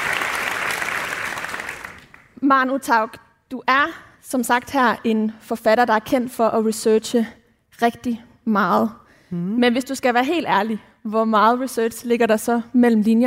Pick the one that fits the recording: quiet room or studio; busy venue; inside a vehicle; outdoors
busy venue